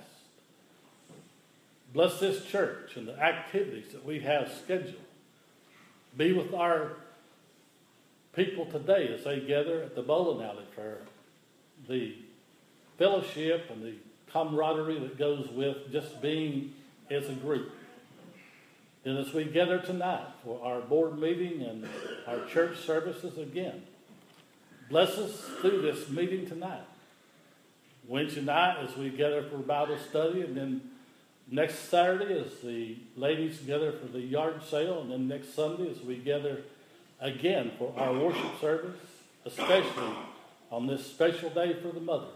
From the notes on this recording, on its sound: The following is an audio recording of the Sunday morning worship service at Persia United Methodist Church in Rogersville, TN.